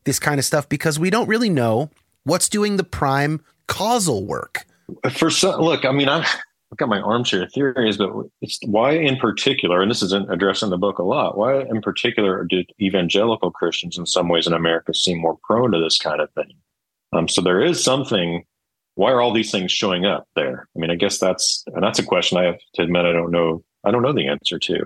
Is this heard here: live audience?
no